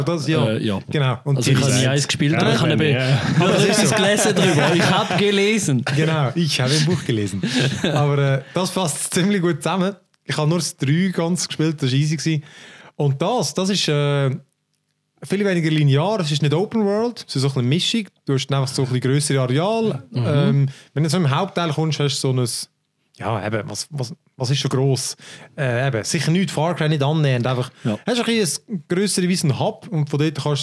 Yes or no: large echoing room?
no